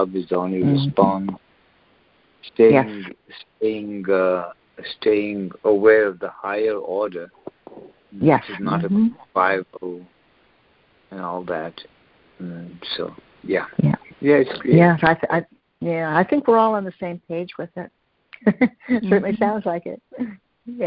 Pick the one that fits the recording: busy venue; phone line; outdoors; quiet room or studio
phone line